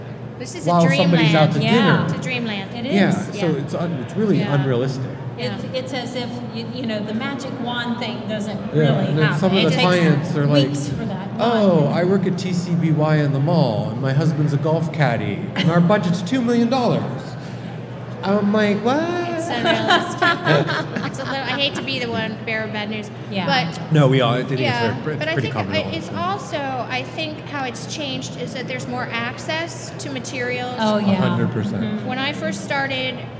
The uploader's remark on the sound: LIVE at the Home & Garden Show. From the Dispatch Home and Garden Show main stage!